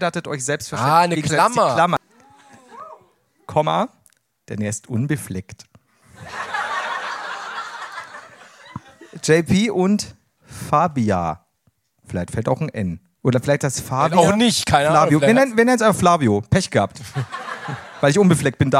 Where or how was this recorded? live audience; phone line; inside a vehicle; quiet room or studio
live audience